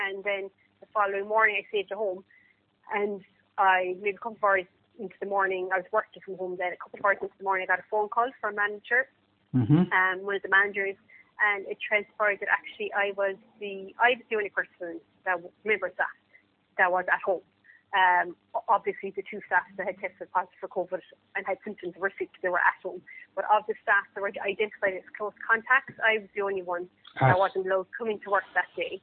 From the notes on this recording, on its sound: All my conversations are taken in the form of recorded phone calls and no editing of any kind takes place.